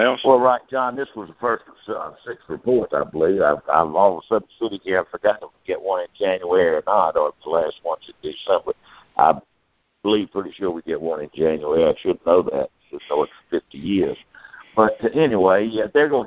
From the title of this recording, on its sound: Aug 2019 Monthly Conference Call